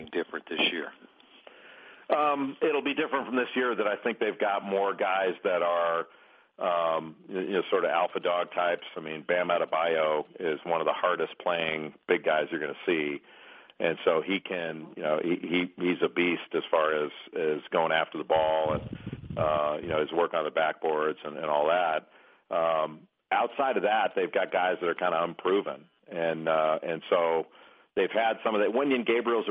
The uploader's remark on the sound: ESPN CBB Conference Call.